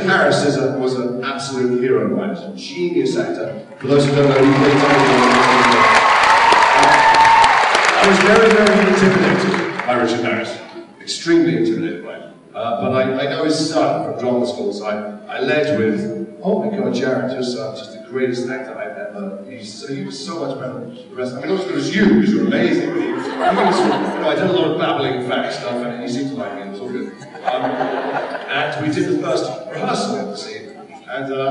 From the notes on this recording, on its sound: An abbreviated Day 3 at Salt Lake Comic Con FanXperience 2016 brings an entertaining panel